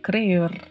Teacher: Esse R ao final é um R bem marcado, né? Ele é meio vibrato mesmo, tá? Crer. É importante treinar a língua para fazer a vibração deste R na pronúncia do verbo crer.